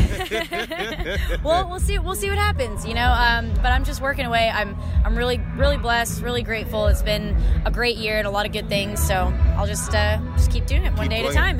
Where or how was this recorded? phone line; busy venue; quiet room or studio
busy venue